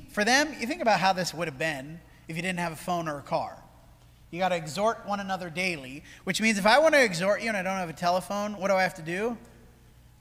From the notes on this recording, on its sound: This sermon was preached at the Dewey Church of Christ on June 25, 2023.